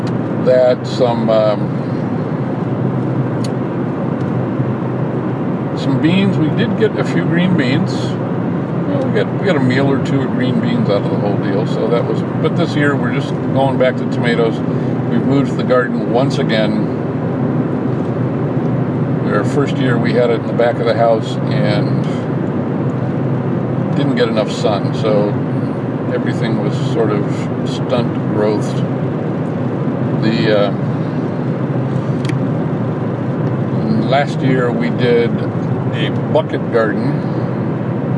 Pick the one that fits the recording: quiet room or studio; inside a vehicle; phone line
inside a vehicle